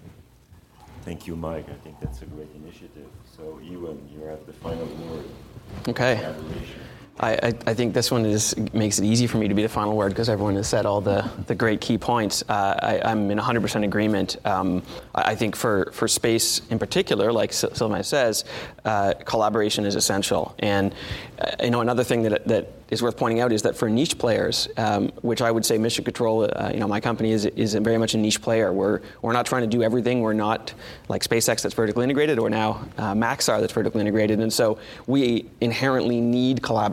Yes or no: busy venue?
yes